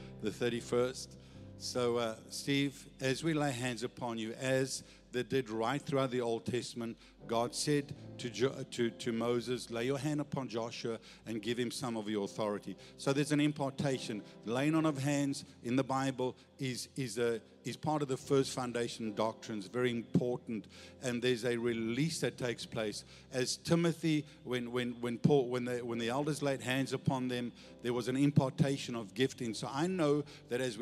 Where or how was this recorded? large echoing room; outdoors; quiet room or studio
large echoing room